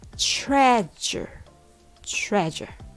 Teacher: Put stress on the first syllable